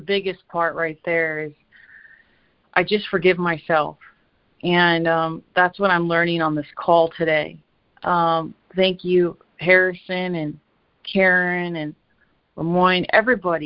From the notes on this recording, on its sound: ACIM Daily Conference Call.